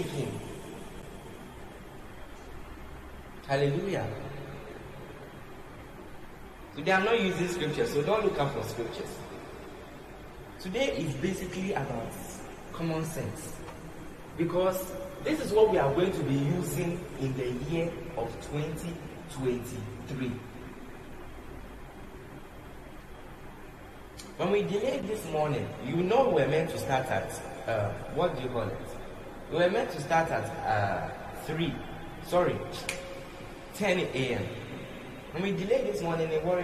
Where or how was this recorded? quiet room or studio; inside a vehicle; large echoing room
large echoing room